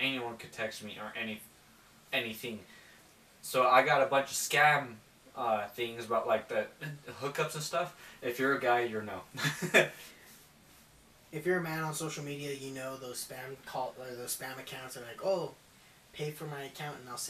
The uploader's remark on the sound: Audio is a little wonky due to the mics taking a poop.